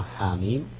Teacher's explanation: حاء في تلاوتها تمد حركتين، بينما هي كحرف هجاء هي مهموزة حاء، ولو كانت تنطق كما هي لكانت تمد إلى 4 حركات